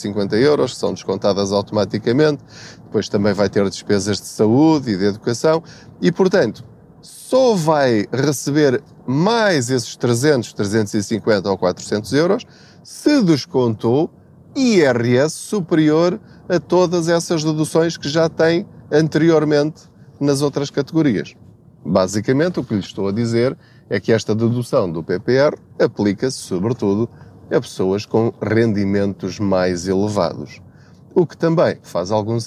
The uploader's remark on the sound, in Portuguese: Não ligue aos barulhos da viagem.